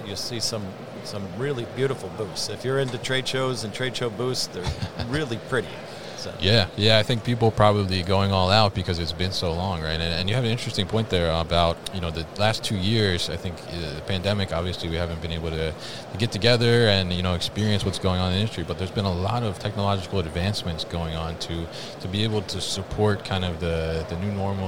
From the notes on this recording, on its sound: MODEX 2022 Special Episode. Joined live at MODEX 2022.